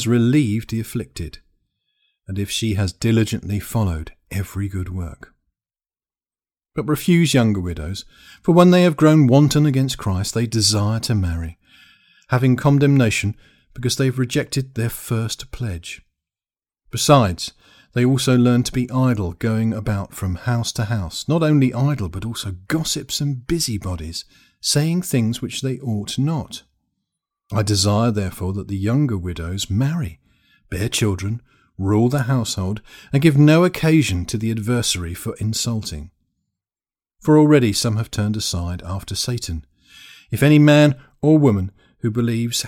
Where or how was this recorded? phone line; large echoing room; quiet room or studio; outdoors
quiet room or studio